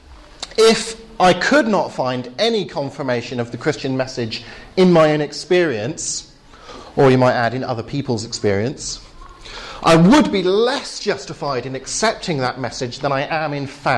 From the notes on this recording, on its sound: Final talk at the Reasonable Faith course, Highfield Church, Southampton.